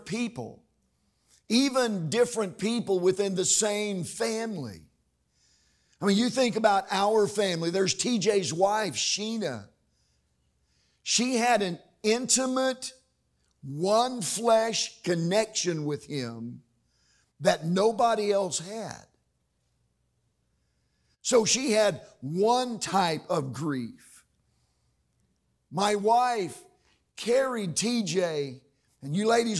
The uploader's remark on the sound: During the evening service.